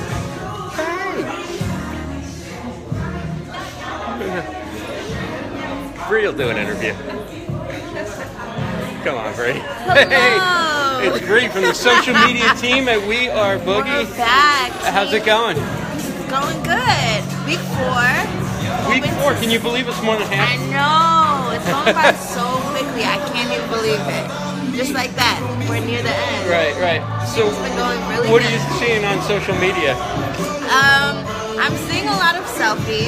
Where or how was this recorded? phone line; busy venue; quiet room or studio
busy venue